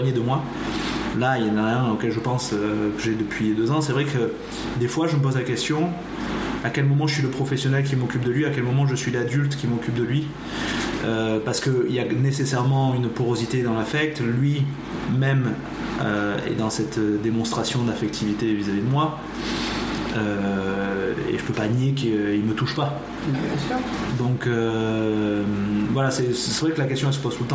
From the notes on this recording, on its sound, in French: Le bruit en fond est le souffle d'une chaufferie. Je réfléchis encore à la manière d'améliorer les conditions d'enregistrement.